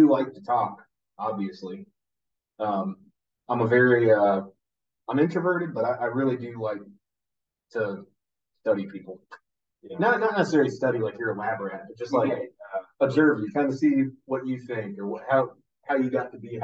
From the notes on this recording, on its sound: He's a marine, and in town visiting, so we did a podcast together for fun. I do apologize for the audio, we had a technical issue.